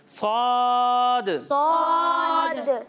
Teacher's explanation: آخر میں دال ساکن ہے دال ساکن میں آپ کو کلکلا ظاہر کرنا ہے